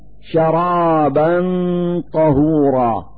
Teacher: في هذا المثال فتحتان على الباء من كلمة شرابا، نلفظ هاتين الفتحتين نونا ساكنة من مخرج الطاء من كلمة طهورا، فنقول: شرابا طهورا، مع إظهار الغنة التي تدل على وجود نون ساكنة.